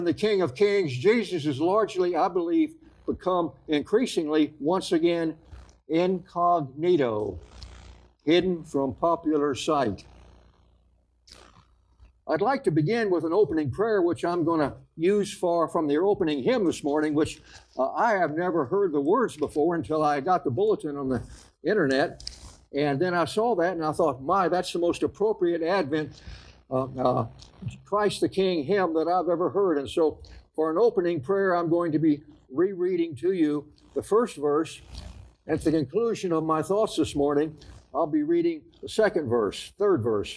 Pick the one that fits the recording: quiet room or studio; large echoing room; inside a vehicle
large echoing room